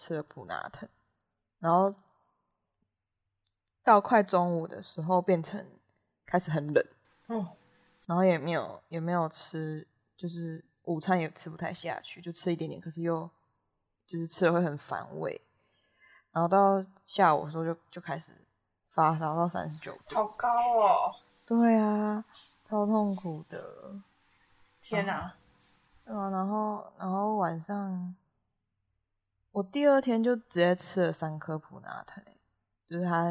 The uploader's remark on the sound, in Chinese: 收音、剪輯狀況不大好還請大家多多包涵